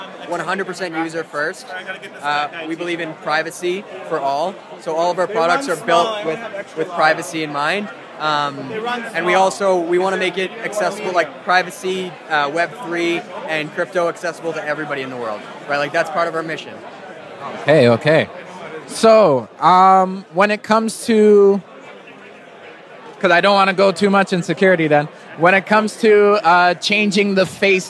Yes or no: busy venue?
yes